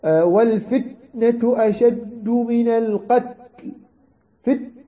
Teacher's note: يعني وكثير من القراء يعني لا يفصلون بين يعني هاتين الصفتين، فيأتي فقط في الشدة ولا يأتي في الهمس، يعني يغلق المخرج إغلاق تام في التاء ولا يأتي بالهمس